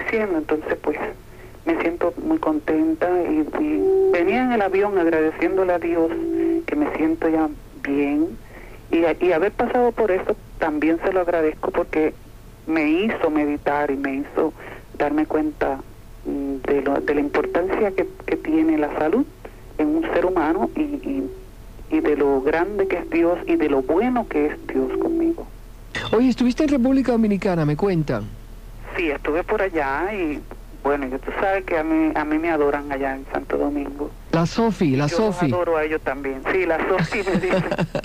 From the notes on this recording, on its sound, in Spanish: RADIO MIAMI 90s LLAMADAS DEL PUBLICO. CONTESTA LLAMADAS DEL PUBLICO.